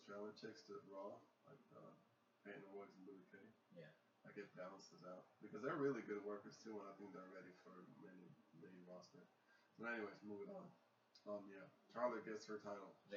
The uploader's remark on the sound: Excuse the lack of sound. Technical difficulties.